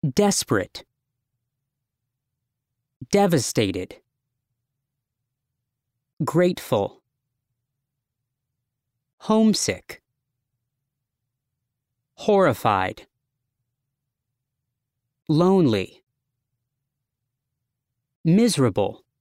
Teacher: Stress on first syllable.